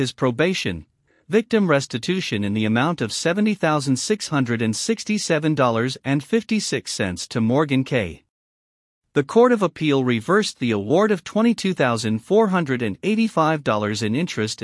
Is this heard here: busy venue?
no